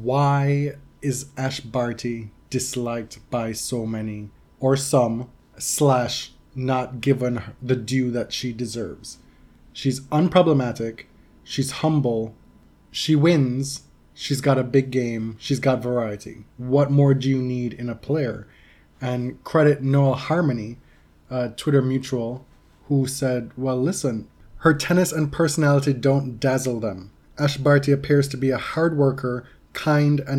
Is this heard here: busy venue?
no